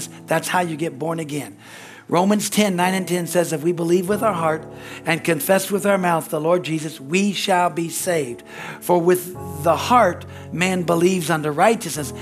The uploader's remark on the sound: from the Sunday service on November 5, 2023 at Harvest Bible Church in Stockton, California